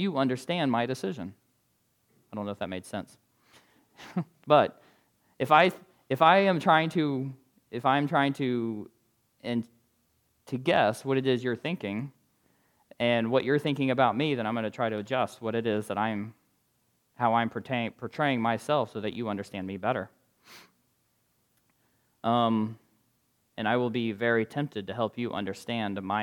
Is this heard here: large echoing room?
yes